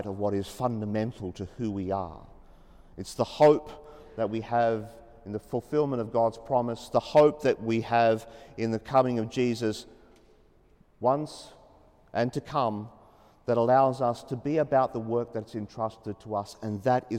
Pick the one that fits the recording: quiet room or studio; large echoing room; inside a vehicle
large echoing room